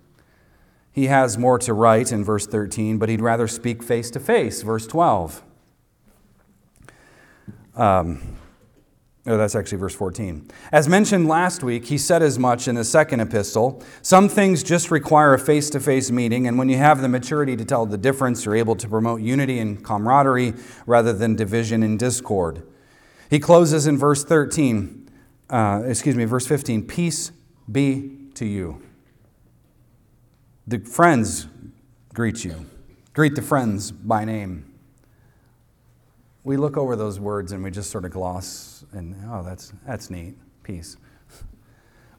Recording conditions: large echoing room